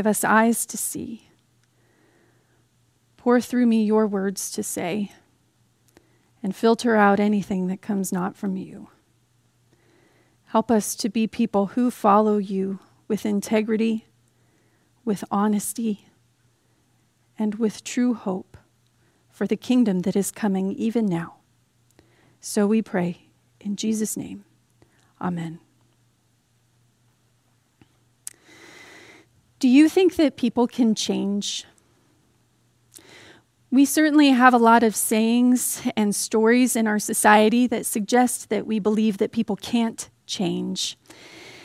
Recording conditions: large echoing room